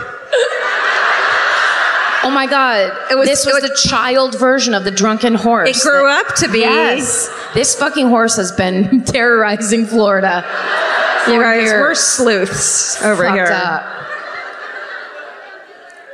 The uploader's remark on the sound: Live at the Tampa Theatre in Tampa